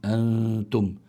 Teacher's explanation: فإذا لابد من إخفاء النون الساكنة عند هذه التاء، فنقول أنتم، لا نظهرها أنتم بل نقول أنتم. فالواحد بيحط طرف لسانه عند مخرج التاء ويظهر الغنة عندها